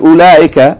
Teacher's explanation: It is actually pronounced as though there's no wow there. It's pronounced as though it's a short vowel dhamma, followed by a lam, that with a fatha that's elongated, even though that aleph is not following the fatha, it's as though, you have to read it as though it's there. · Term: short vowel and then a long vowel